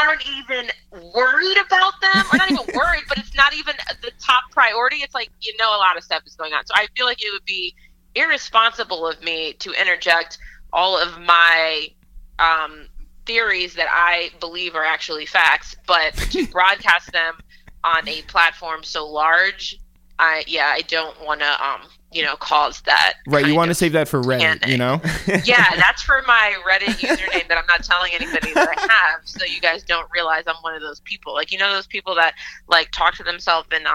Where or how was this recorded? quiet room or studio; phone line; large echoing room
phone line